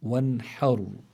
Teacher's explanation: فلو نظرنا منلاقي إلا الحرف الذي قبلها الحاء وعلى فتحة، فإذا الراء هون تكون في حالة التفخيم، فنقول وانحر، بس ما منفخم الحاء، نرقق الحاء لأنه من حروف الاستفال ويلزم من ذلك الترقيق، والراء هون بتكون في حالة التفخيم.